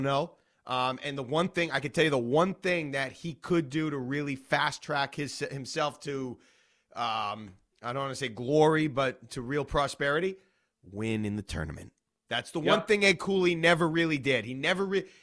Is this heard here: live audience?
no